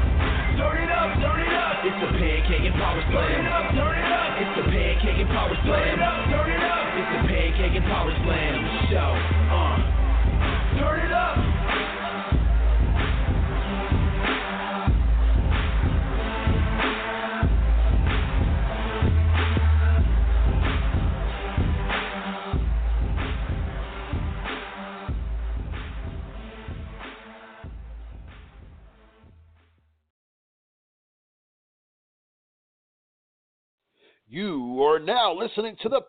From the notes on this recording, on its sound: LIVE from ROH Unathorized!